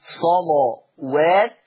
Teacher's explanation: وسبب التغليظ لأنها مفتوحة اللام ومسبوقة بصاد مفتوحة · Term: تغليظ اللام